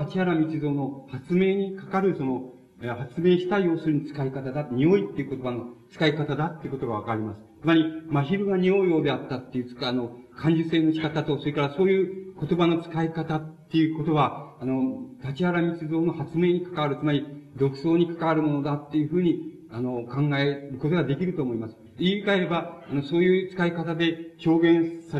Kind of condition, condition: setting, large echoing room